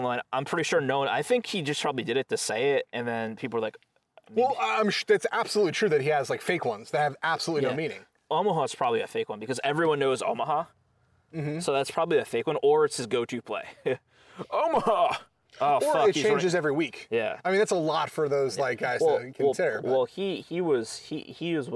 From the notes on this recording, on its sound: Record outside. It was such a gorgeous night that the two kept on talking in the great outdoors about life and everything.